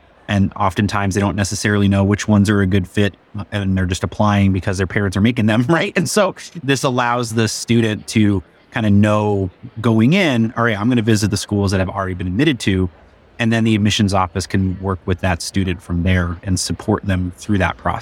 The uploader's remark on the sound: A conversation from the 2023 NACAC Conference.